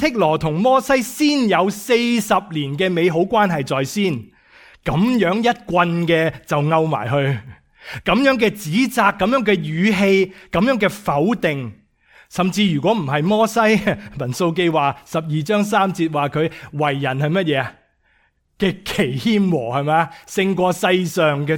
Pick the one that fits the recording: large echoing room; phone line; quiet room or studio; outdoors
large echoing room